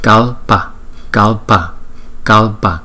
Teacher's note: Khi chúng ta đọc tới cái chữ L đó, là cái lưỡi chúng ta đưa lên phía trong của hàm răng trên đó